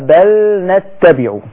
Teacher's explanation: نراعي إظهار لام الحرف بل ونخلص هذه اللام من النون في لفظة نتبع لئلا تضغم